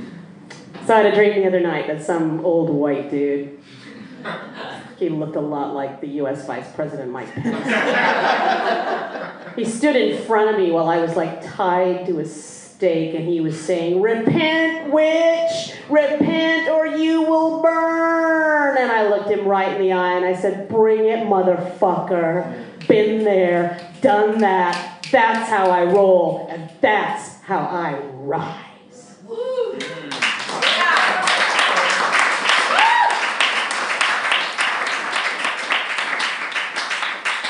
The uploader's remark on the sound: Recorded live at The Basement Theatre, 29 June 2017.